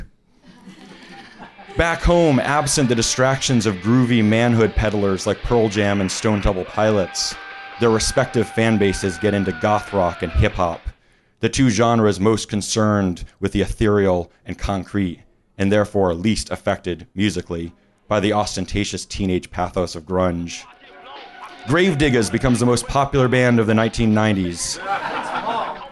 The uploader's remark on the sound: Recorded July 18, 2017 at Hi-Fi Bar in New York City.